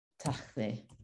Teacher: it's going to start with an unaspirated T. And then we're going to have an A, X, L, E, Tachle.